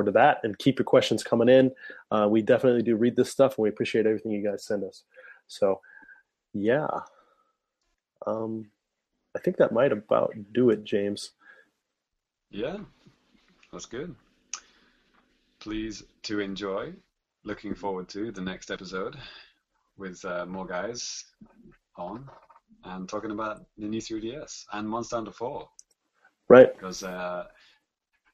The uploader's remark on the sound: Recorded live via Google Hang Outs On Air. Direct interactions during the broadcast!